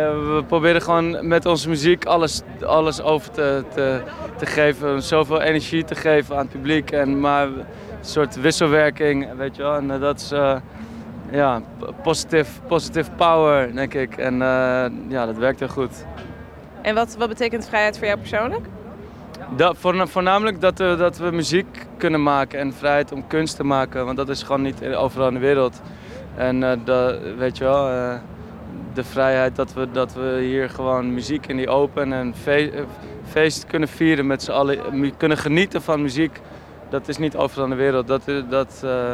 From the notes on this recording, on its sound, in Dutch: Haarlem105 deed op 5 mei de hele dag live verslag van Bevrijdingspop 2019. Na hun optreden op Bpop19.